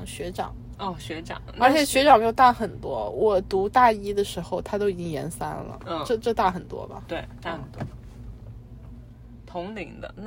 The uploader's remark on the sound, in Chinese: 开车去机场|Driving While Talking。应该是在异国他乡最后一次录Driving While Talking。